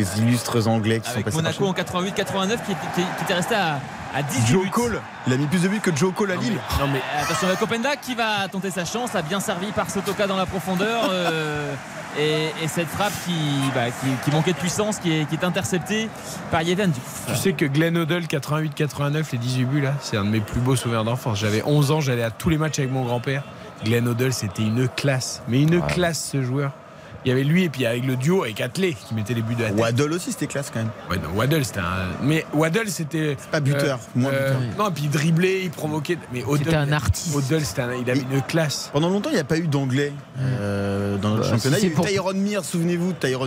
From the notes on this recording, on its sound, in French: en direct de Bollaert